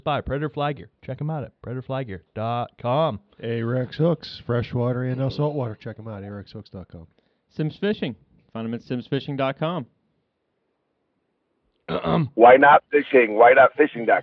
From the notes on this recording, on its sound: Called in from location. He's on the ice and trying to catch dinner.